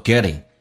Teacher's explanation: 美式发音 t 要浊化变成 d 叫做 getting，而且后鼻音要说成前鼻音叫 getting。但还有一种说法更加懒一点，说成 getting。